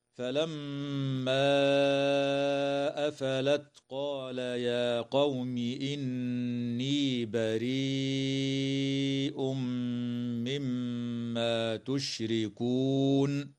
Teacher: تغن الميم المشددة في كلمة فلما وفي كلمة مما، وكذا النون في كلمة إني، وتمد الياء من كلمة بريء من قبيل المد المتصل، وقدره 4 أو 5 حركات.